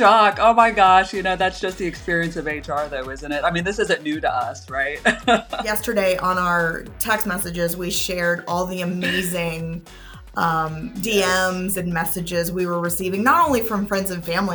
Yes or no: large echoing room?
no